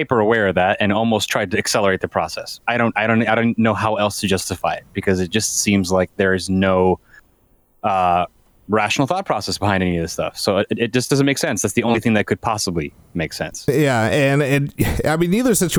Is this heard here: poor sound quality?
no